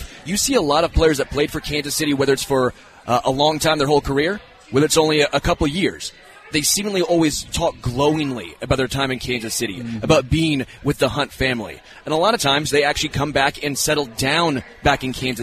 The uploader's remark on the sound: LIVE from Hollywood Casino!